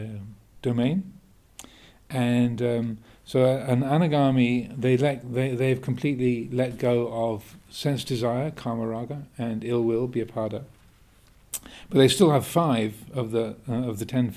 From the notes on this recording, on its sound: at the Winter Retreat 2023, in January and March, at Amaravati Buddhist Monaster, UK